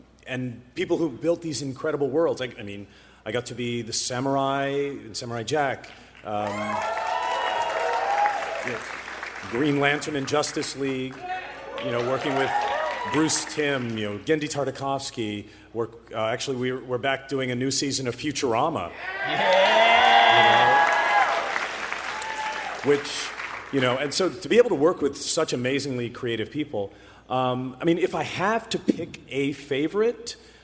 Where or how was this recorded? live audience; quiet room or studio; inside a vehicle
live audience